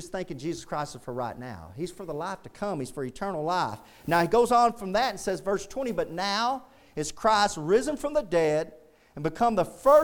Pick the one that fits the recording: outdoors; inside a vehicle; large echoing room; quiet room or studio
large echoing room